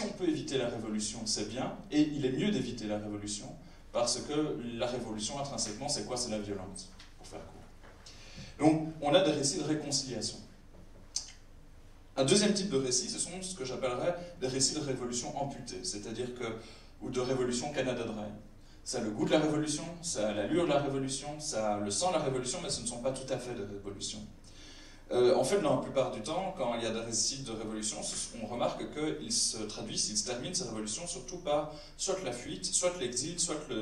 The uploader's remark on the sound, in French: Masterclass LDH au BIFFF 2017. Débat au Festival International du Film Fantastique de Bruxelles. Bozar.